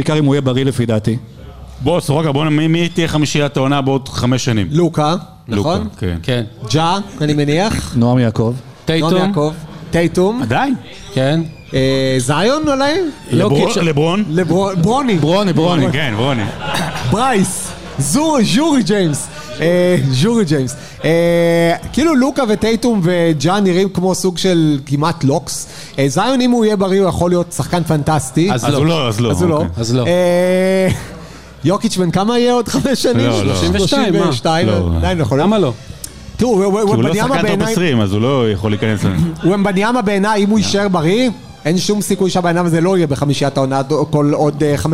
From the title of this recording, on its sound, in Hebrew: הוקלט בלייב במפגש מאזינים בבר "הנסיך" בת"א!